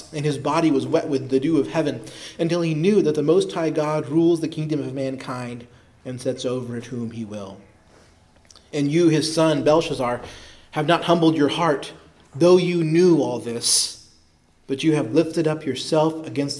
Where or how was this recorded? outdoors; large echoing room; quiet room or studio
large echoing room